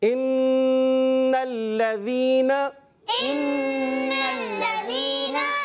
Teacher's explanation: यहाँ नून मुशद्दद है प्यारे बच्चों, नून मुशद्दद में एक अलिफ का गुन्ना करेंगे।